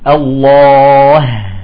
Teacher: عندما نقف على لفظ الجلال المفخم الله، نرقق الهاء